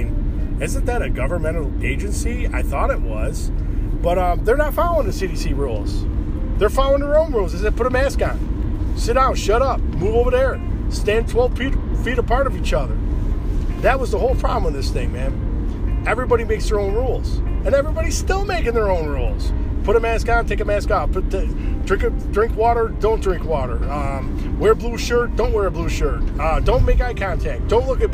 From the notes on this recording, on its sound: Doing show while driving. My wife called and stopped the show.